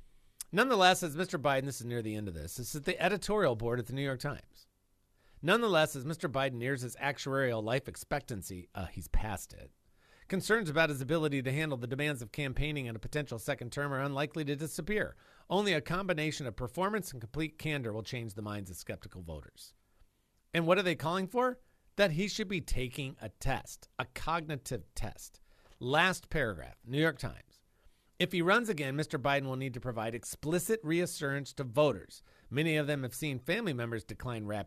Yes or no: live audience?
no